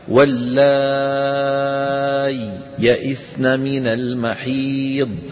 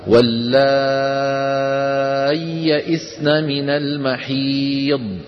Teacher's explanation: الإظهار لا يمكن أن يحدث إلا إذا فصلنا الياء عن الياء بسكتة · Shown in: first take · هكذا واللائي يئسن من المحيض، بدون تلك السكتة لا يمكن أن يظهر.